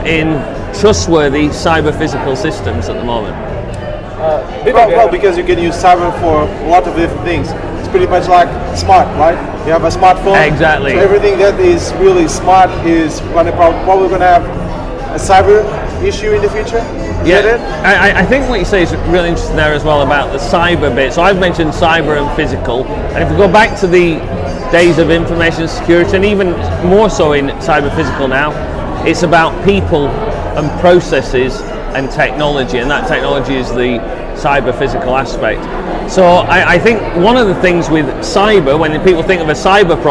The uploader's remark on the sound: The audio on this episode isn’t as clean as our previous episodes as we were sitting at a bar